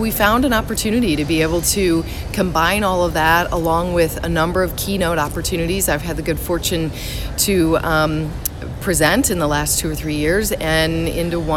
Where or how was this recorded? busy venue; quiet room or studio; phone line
busy venue